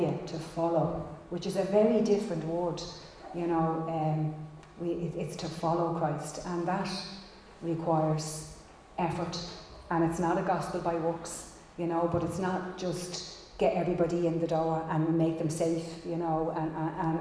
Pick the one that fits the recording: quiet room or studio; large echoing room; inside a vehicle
large echoing room